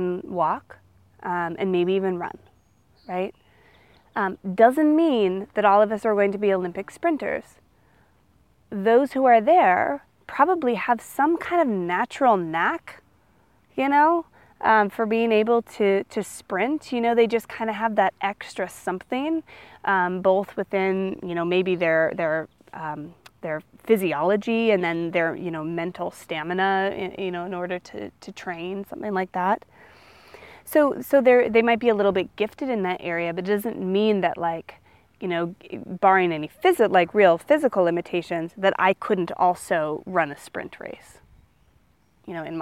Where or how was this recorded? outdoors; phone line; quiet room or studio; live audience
outdoors